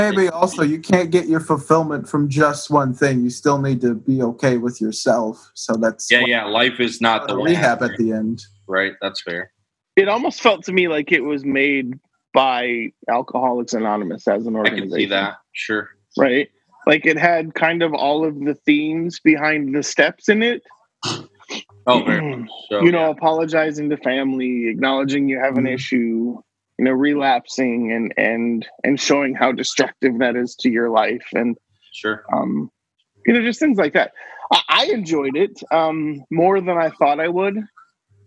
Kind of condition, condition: link, video call